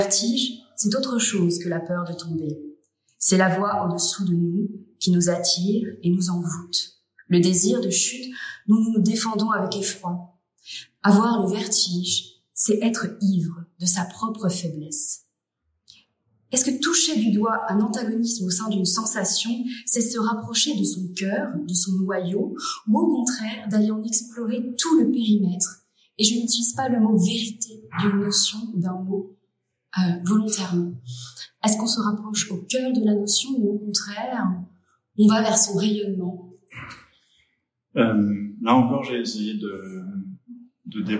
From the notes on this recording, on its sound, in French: Interview réalisée lors du Festival Mode d’Emploi de la Villa Gillet à Lyon le 14 novembre 2023.